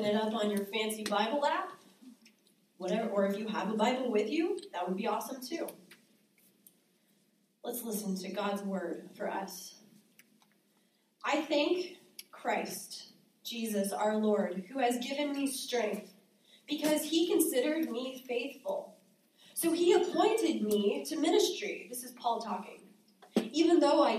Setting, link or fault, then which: setting, live audience